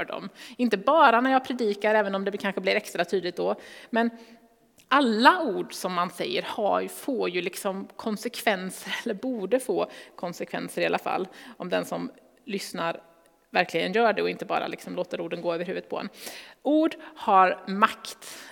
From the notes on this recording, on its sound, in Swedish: Inspelning från Immanuelskyrkan Skövde.